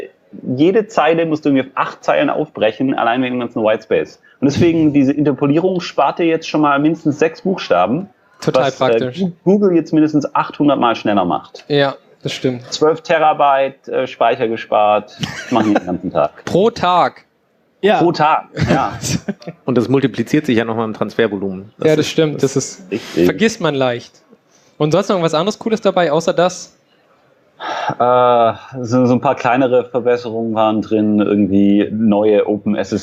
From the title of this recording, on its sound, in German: Binärgewitter Live (33c3-sendezentrum)